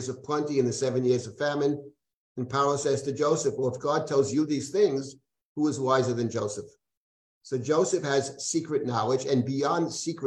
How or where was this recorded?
video call